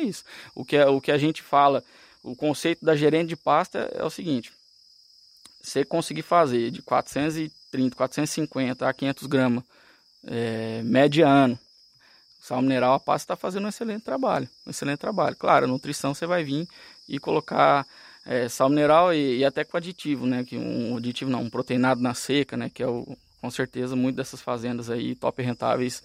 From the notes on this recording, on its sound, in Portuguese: Foi gravada numa praça de alimentação de uma área rotacionada de mombaça.